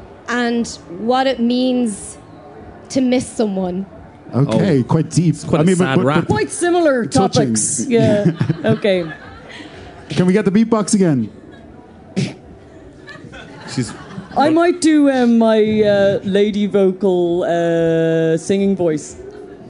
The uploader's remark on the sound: Live at Electric Picnic. Live from the 'Ah, Hear!' stage at Electric Picnic 2018.